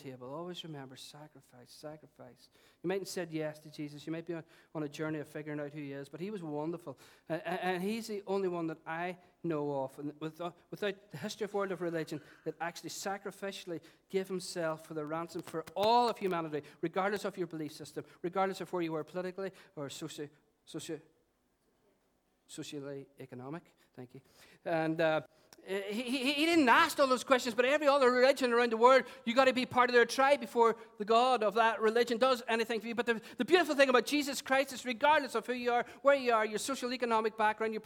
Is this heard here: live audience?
yes